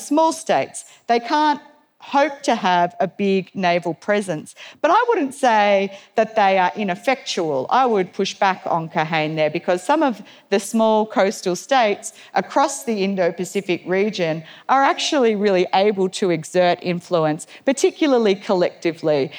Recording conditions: live audience